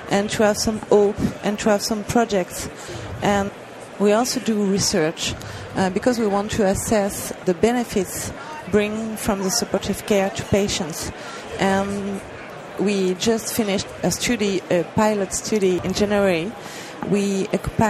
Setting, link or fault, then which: setting, busy venue